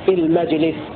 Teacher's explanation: ويقرأ الباقون بسكون الجيم بدون ألف بعدها في المجلس